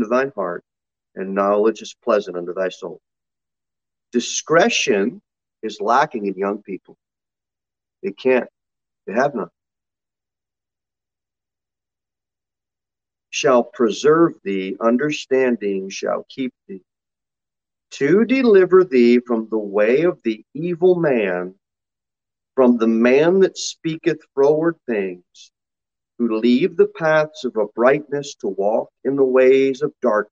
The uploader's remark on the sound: Sermon delivered at Pilgrim Baptist Church on Sunday, November 21, 2021, at 6:15 pm. Jere Whitson Rd. Pilgrim Baptist Church is a bible-believing, independent Baptist church.